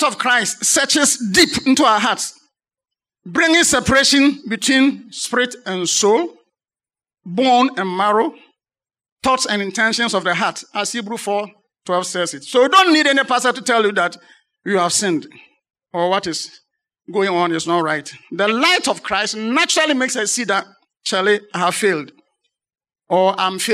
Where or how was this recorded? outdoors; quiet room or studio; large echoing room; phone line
large echoing room